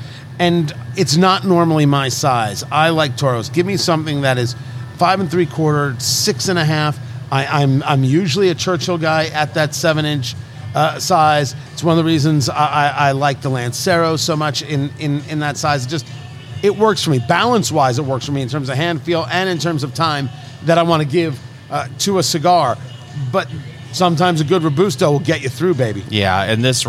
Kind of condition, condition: setting, busy venue